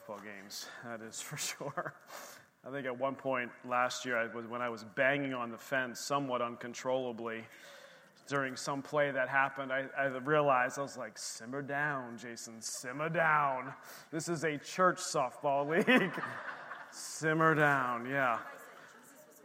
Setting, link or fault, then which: setting, large echoing room